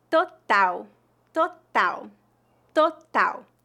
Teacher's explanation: a letra T antes das vogais A e O tem uma pronúncia forte e a letra A tem uma pronúncia bem aberta